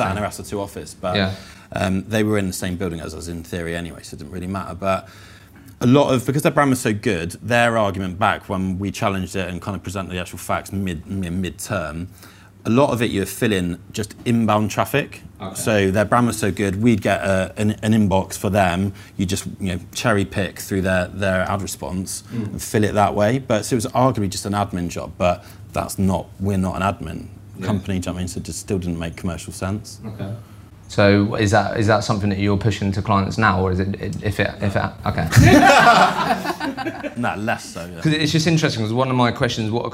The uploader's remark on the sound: We hosted our first face to face LIVE podcast event in London on October the 27th.